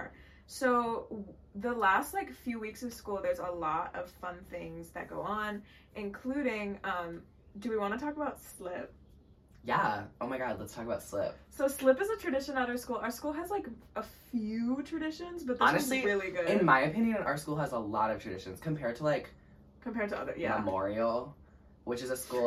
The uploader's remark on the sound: another round of high quality conversation and low quality audio